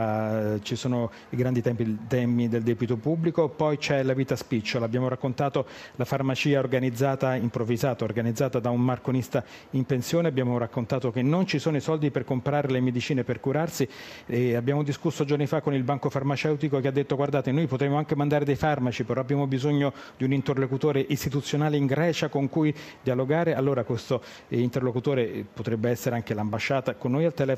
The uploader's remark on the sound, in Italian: In diretta da Expo 2015.